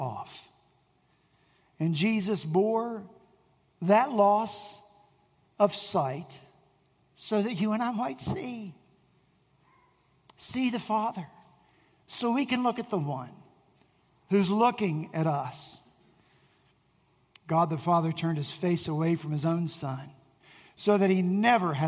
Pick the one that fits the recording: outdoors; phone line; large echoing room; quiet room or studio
large echoing room